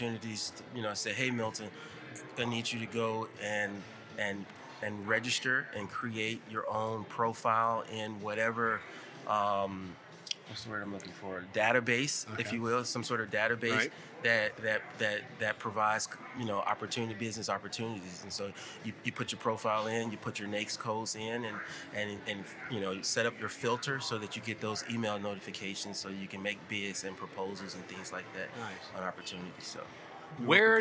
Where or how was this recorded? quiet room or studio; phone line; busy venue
busy venue